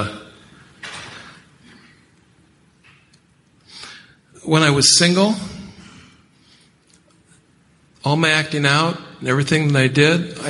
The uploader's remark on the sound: Friday Night Speaker - 2017 Ontario Conference